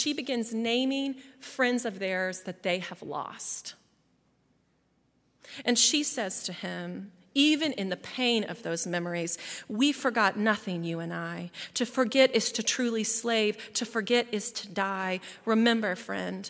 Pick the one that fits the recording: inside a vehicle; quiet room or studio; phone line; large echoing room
large echoing room